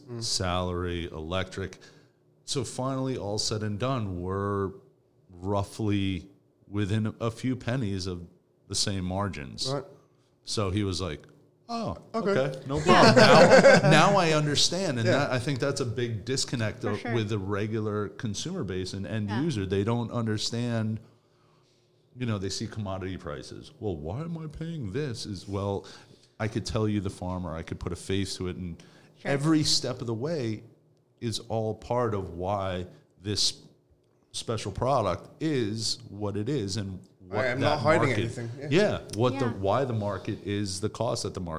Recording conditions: busy venue